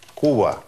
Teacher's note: испаноязычные люди не делают большой разницы, практически никакой, между звуками «б» и «в». Это нечто среднее.